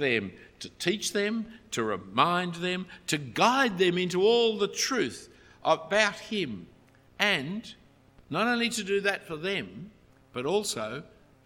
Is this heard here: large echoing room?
yes